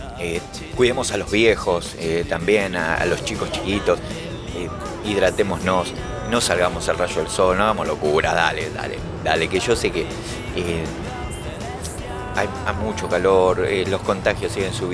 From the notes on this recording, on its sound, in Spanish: TRANSMITIMOS EN DIRECTO DESDE EL OBELISCO DE BUENOS AIRES